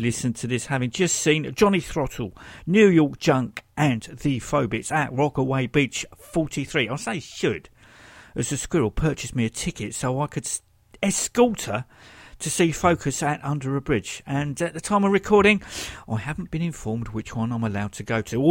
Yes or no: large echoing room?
no